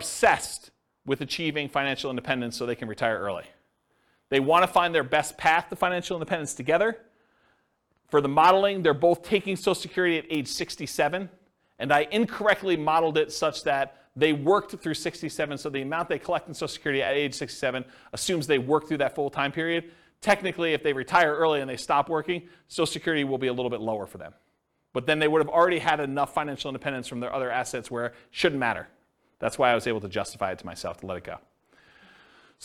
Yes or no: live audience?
yes